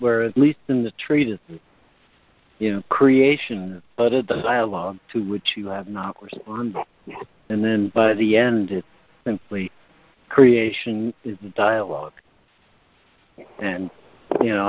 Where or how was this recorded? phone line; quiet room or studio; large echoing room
phone line